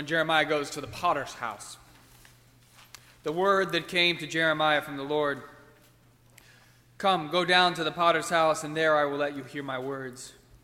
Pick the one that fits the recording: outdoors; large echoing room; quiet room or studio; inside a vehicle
large echoing room